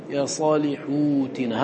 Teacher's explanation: تبدل حرف مد، أنت واصل تقول يا صالح ائتنا، ها هنا عندنا شيء يقرأ به ورش، الهمزة من ائتنا ساكنة ويفاء الكلمة، فورش يبدلها حرف مد